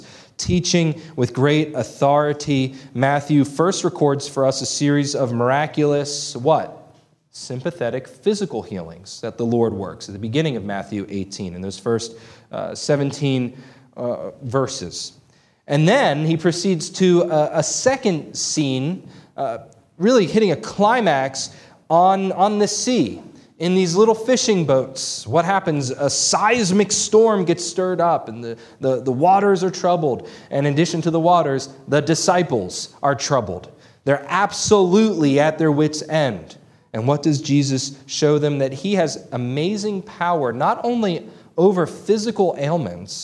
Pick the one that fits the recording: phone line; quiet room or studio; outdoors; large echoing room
large echoing room